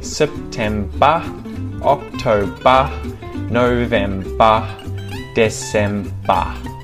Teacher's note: any of the months that end in ER, in an Australian accent, we say ah instead of er